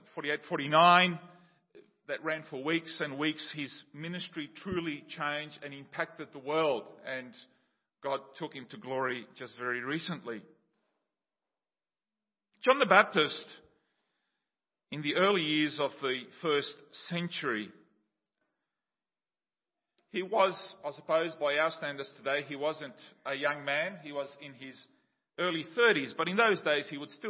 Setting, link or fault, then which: setting, large echoing room